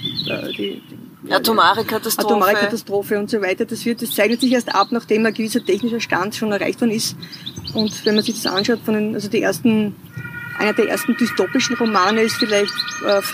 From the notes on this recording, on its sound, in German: Eine Aufnahme aus dem Philosophischen Cafe in der Sargfabrik, Wien.